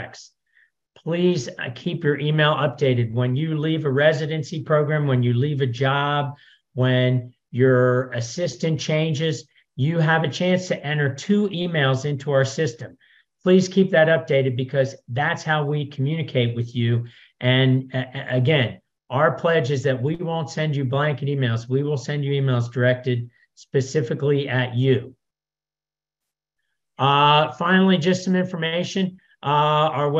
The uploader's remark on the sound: This is an audio-only version of the recent webinar